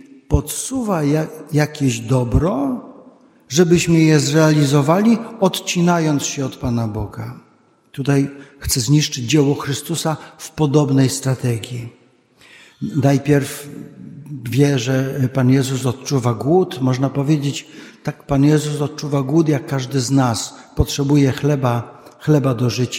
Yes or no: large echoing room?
yes